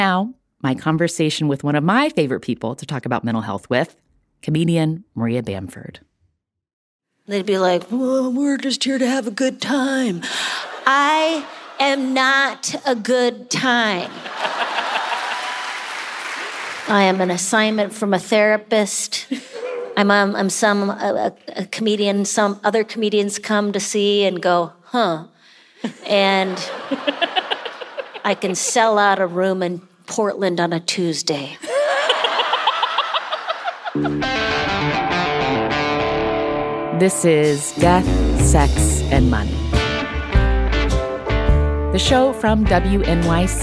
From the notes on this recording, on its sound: Recorded live from the stage of City Arts & Lectures in San Francisco.